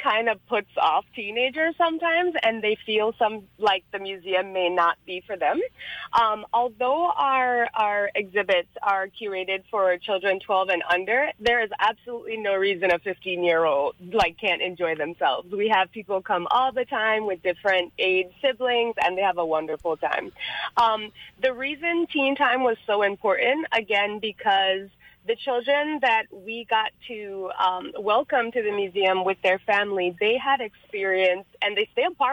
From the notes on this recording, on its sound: Joined on the phone.